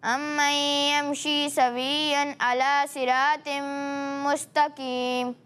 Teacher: ام میں یہاں میم مشدد میں غنہ کرنا ہے ٹھیک ہے تو یہاں غنہ کی مقدار ایک الف کی برابر پوری کریں